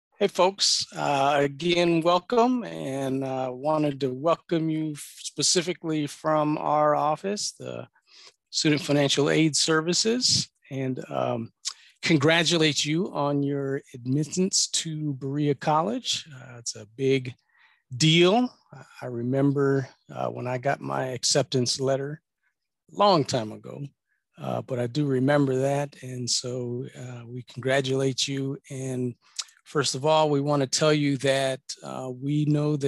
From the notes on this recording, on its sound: Audio of the informational Zoom session with Student Financial Aid Services.